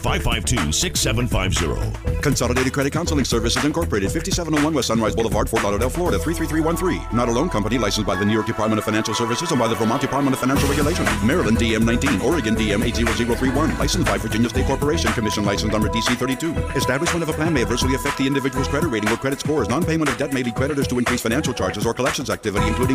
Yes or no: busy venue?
yes